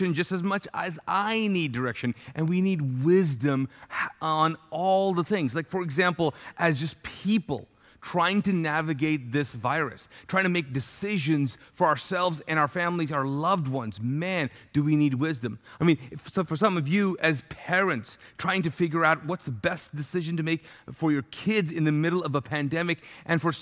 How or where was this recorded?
large echoing room